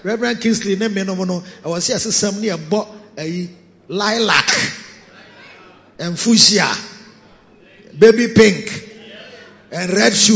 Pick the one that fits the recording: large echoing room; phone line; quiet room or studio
large echoing room